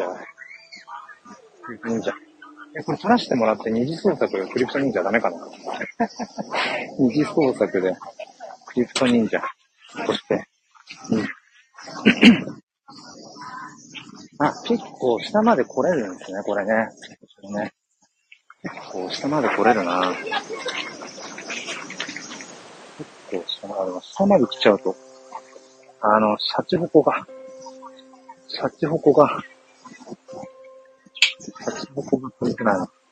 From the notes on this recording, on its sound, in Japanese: Live 人生初の名古屋城へ向かいながら。